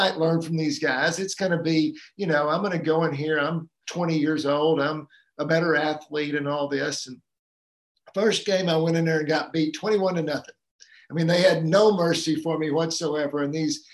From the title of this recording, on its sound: Live Community Call Q&A